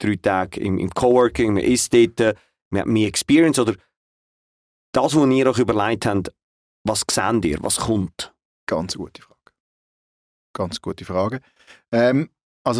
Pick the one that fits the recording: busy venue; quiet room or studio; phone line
quiet room or studio